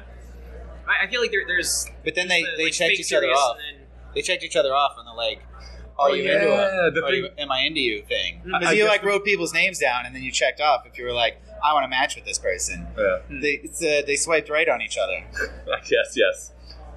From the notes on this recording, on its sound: report live from Vibecamp!